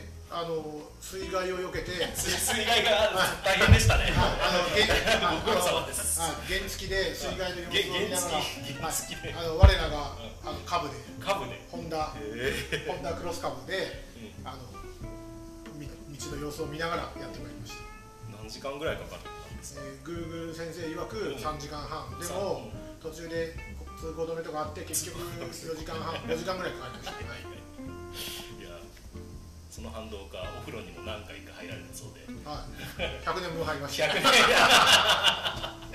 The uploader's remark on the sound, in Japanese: 出張収録シリーズでCODE for GIFUの夏合宿にお邪魔してます。下呂温泉のコワーキングスペースでどんなことをやっているのか聞いてみますよ。